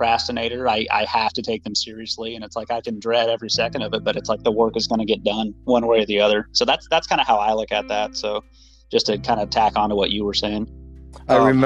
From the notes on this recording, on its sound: Just out driving around St. Petersburg that I get on the line and talk to a few people.